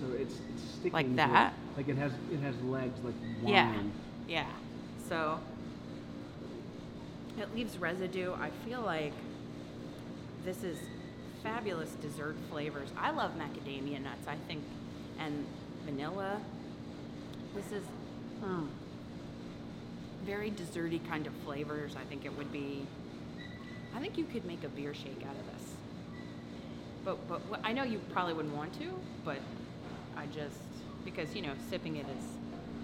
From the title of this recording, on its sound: Instagram Live from Orpheus Brewing